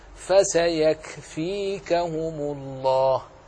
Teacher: الكاف الأولى ساكنة، وهي التي نحرص على صفة الهمس فيها مع صفة الشدة التي فيها، فما تسمعه من الصوت هذا جريان النفس.